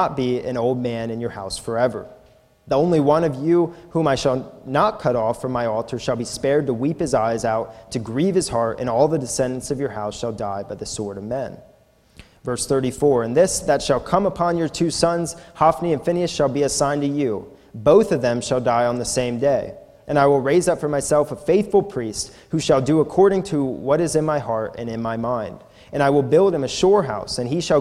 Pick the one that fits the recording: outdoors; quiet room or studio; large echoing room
large echoing room